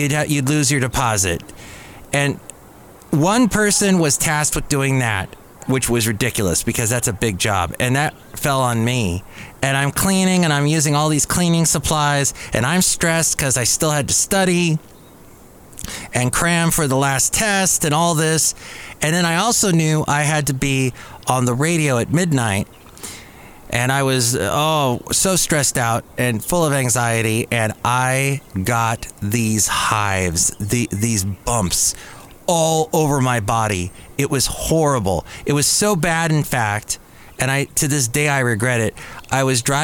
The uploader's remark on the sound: podcasts live from Café Anyway